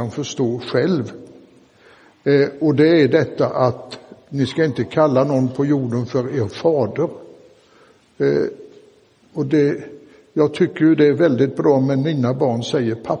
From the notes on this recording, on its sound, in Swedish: Inspelad i Roseniuskyrkan den 20 augusti 2023.